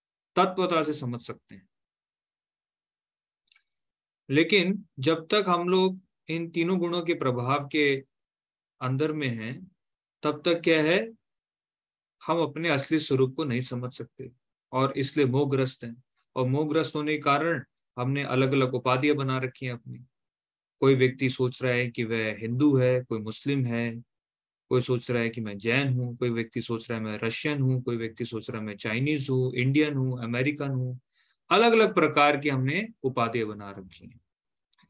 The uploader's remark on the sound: Zoom Online Session